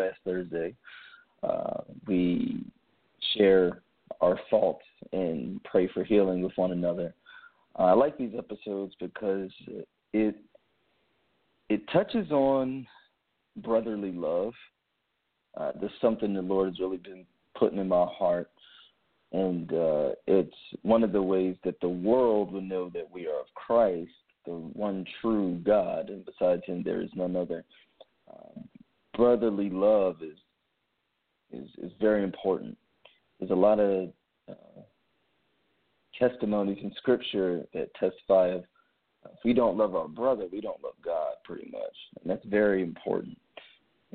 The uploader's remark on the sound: The focus of the episodes will have callers call in anonymously and confess a sin to brothers and sisters in Christ.